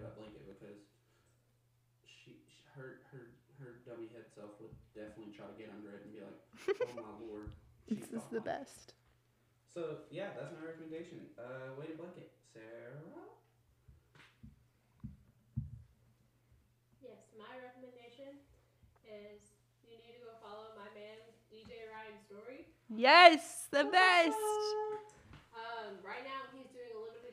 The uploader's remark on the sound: Our audio is not the best on this episode and that is because we lost our mic near the start of the episode but did not catch it until after the episode!